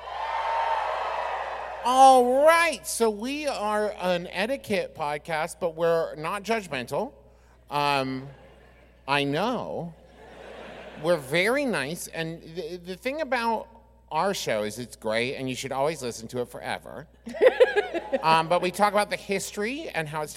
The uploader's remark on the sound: Sir and Ma'am (LIVE!). Our Birmingham LIVE SHOW.